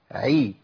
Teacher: المكسوره عي، ترقيقها اكبر. ليه؟ لان الكسر بيسحب للترقيق قوي · Term: العين